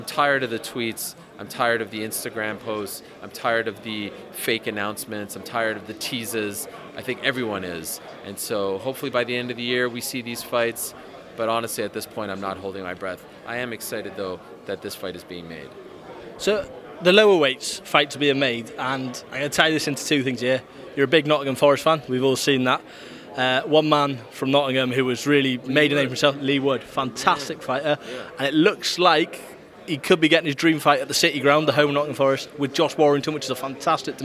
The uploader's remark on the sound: at the launch press conference